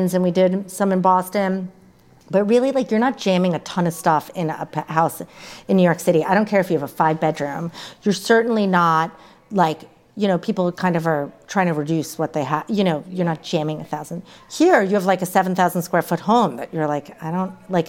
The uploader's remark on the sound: LIVE at Hunker House. Hunker House in Venice, CA for a live recording of the Being Home With Hunker podcast.